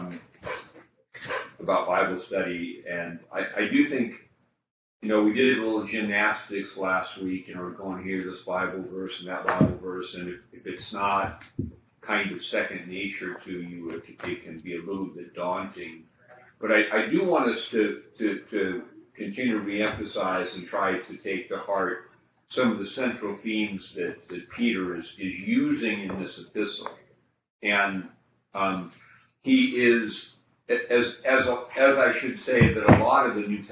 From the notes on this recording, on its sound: This recording was trimmed automatically, so there may be a few seconds (or longer) of silence at the beginning or the end.